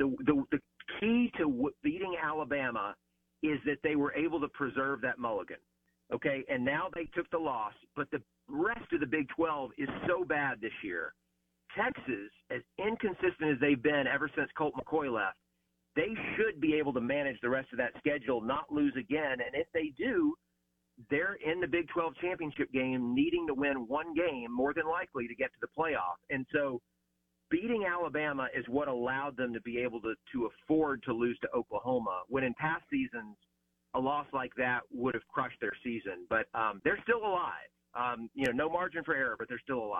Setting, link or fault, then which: link, phone line